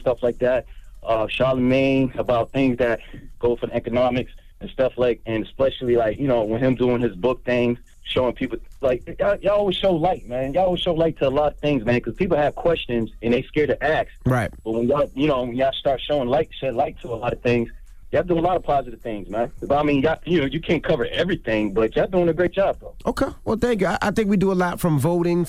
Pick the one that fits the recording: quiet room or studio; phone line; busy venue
phone line